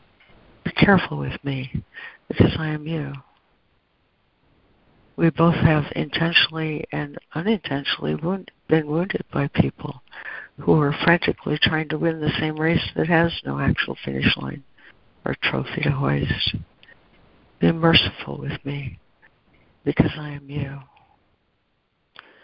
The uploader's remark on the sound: ACIM Daily Conference Call.